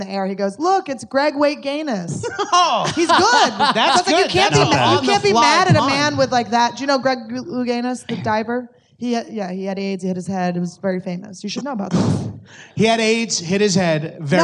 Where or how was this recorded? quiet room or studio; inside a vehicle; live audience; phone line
live audience